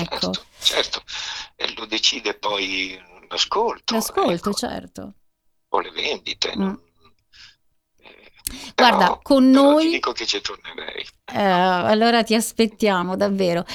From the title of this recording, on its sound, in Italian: INTERVISTA TELEFONICA